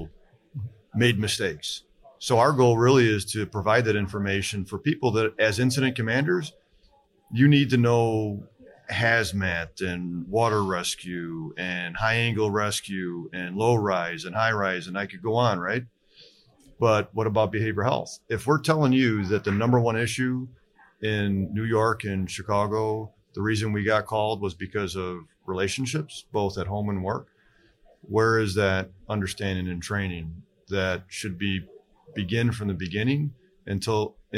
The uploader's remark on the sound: Live at FDIC